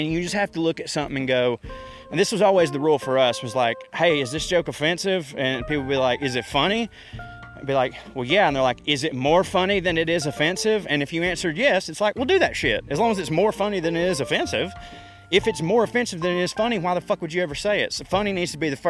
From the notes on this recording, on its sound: Naturally I ranted into my microphone whilst strolling thru the park.